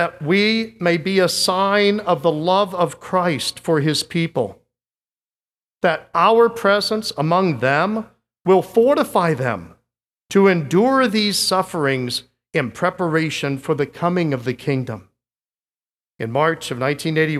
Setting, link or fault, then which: setting, large echoing room